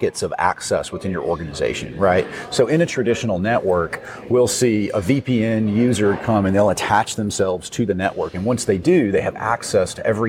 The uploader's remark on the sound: Live at LegalSec22. Coming at you LIVE from LegalSec22 in San Antonio Texas.